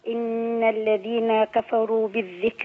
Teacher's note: على طول اشبك النون في الكاف